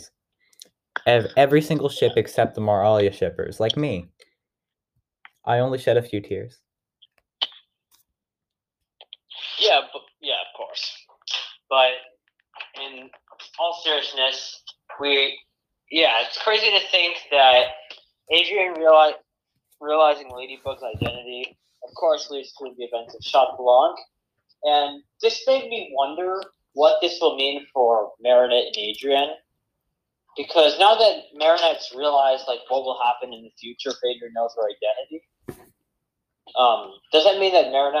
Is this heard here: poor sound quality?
yes